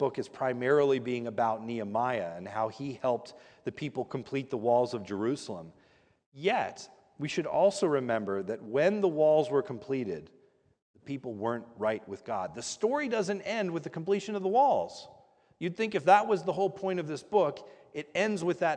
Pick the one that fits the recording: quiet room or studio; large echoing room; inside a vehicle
large echoing room